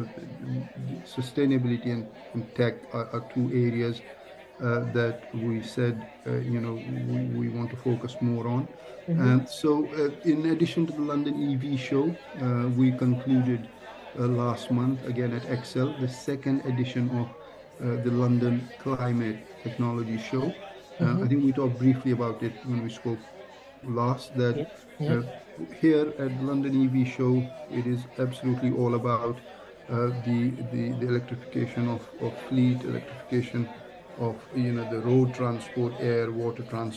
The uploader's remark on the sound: LIVE at Excel London - London EV Show 2023